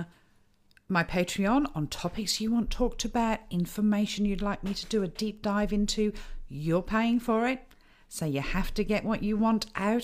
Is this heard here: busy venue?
no